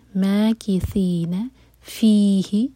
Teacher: فی کو چھوٹا نہیں کرنا اور ہی کو لمبا نہیں کرنا